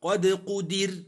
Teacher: الراء سكنت لأجل الوقف وقبلها كسر ترقق